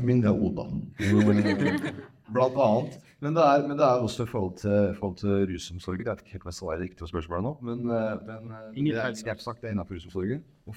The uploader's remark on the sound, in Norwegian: Live fra studentkonferansen. 100 studenter fra hele landet samlet seg på Gardermoen for årets studentkonferanse.